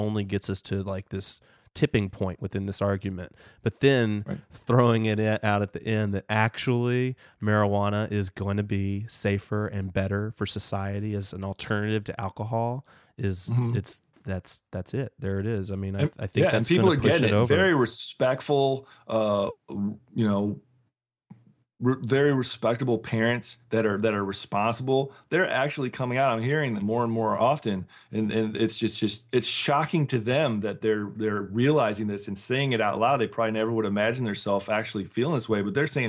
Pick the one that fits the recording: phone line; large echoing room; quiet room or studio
quiet room or studio